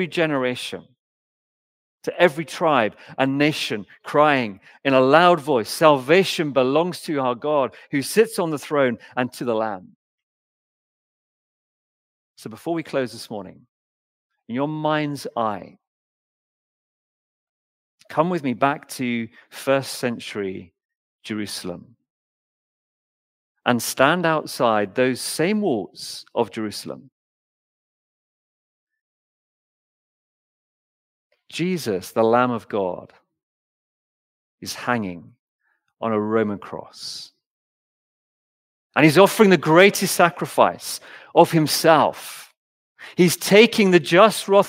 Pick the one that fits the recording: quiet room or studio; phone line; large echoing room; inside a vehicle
large echoing room